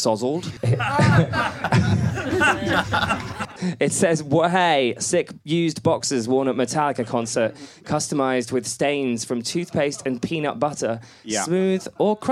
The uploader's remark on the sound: From the Edinburgh Fringe Festival 2019.